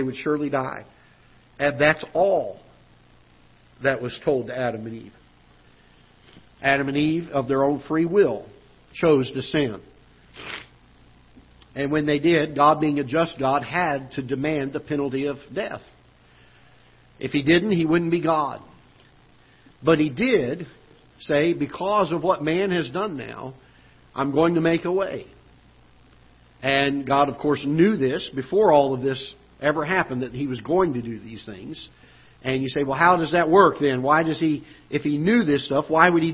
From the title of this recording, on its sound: Ketha Heights Baptist Church ~ Live Broadcast